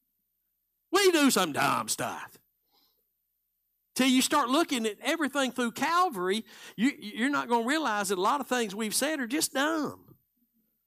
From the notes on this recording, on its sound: Live Sunday Morning Service